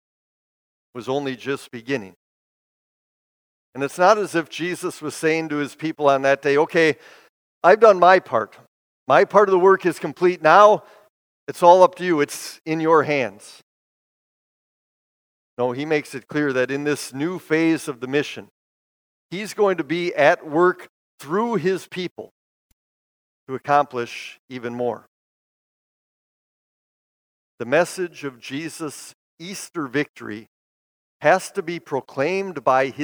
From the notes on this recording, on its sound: Bethany, Appleton, WI. Preached this sermon at Bethany's Sunday worship on May 29, 2022.